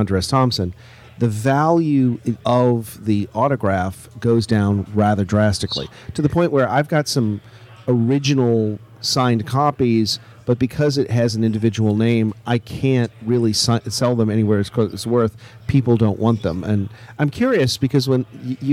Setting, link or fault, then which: setting, busy venue